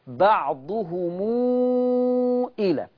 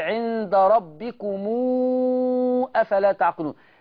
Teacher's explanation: ميم جمع وراها همزه قراها ورش بالصله